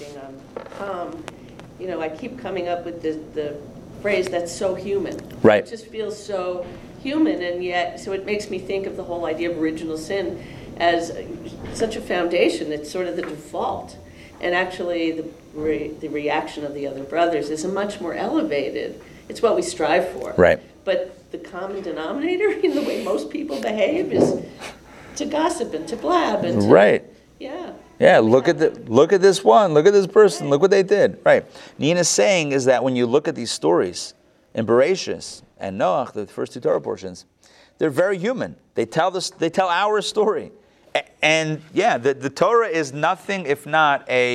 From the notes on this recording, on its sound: Recorded live at the Intown Jewish Academy on October 3, 2021